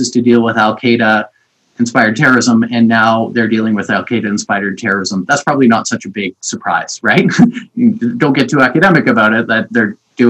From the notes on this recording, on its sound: Over the internet.